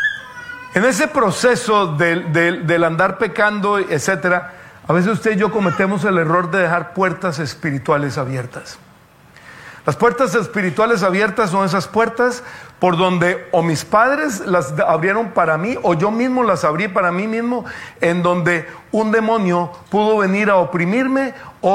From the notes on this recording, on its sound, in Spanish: Tema originalmente presentado en vivo en la Reunión Familiar de Sydney el día 10 de Diciembre de 2022 por FaceBook Live